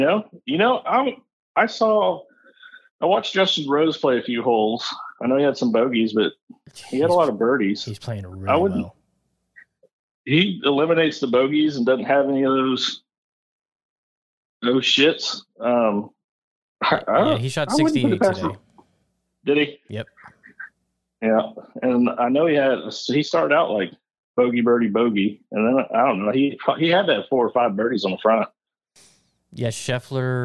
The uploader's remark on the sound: Live from The US Open. Hopped on a call. He was on site.